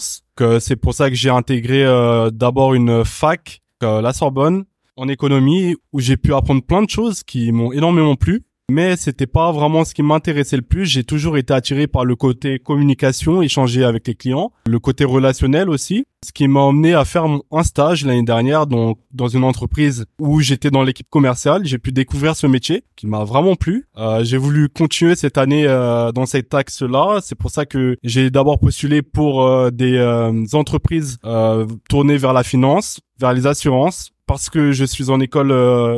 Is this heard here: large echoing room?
no